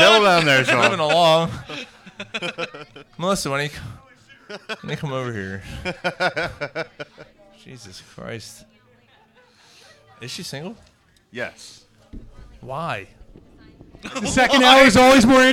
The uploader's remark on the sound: The gang is live from Naked Brewing Company.